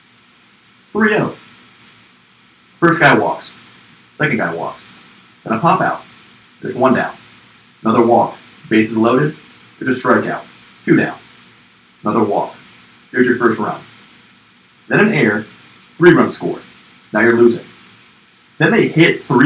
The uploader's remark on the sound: We thought we had put it past us, but unfortunately the evil force of technical difficulties has reared its ugly head again, however there's still a great show behind it if you can power through.